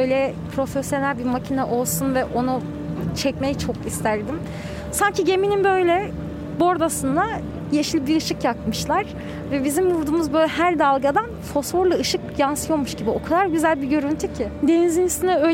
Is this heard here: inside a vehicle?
yes